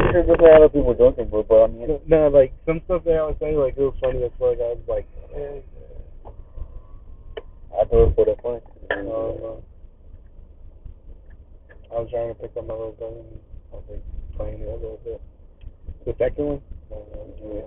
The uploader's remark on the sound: The audio is fucked up